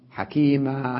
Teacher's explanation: حكيما نمد هكذا مد عوض عن التنوين